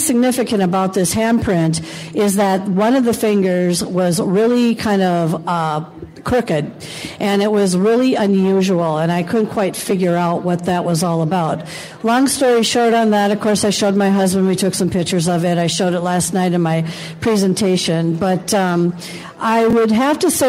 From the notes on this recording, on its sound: LIVE! From the Oregon Ghost Conference in Seaside, Oregon.